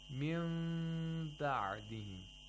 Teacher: Min ba'dihim, we have iqlab of nun sakina. The nun sakina turns into a mim sakina, which is pronounced with ikhfa.